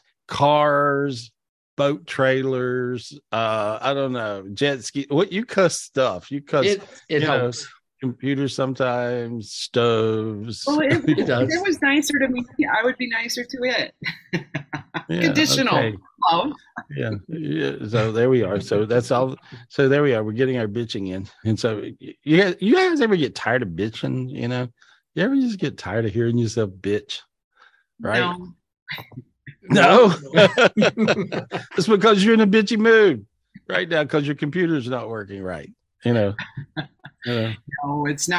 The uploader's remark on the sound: This was recorded LIVE on Zoom.